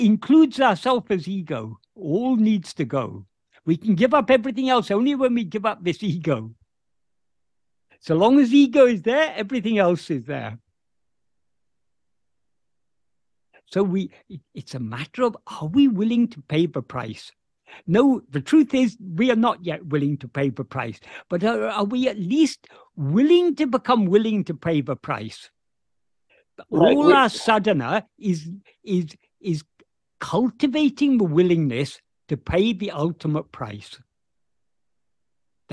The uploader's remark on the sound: In a Zoom meeting